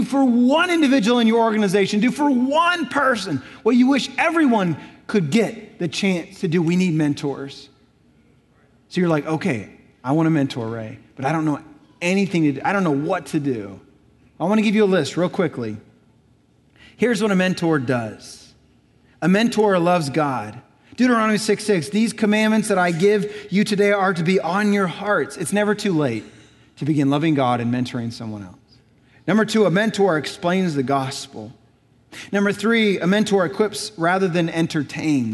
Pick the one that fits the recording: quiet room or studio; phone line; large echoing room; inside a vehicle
large echoing room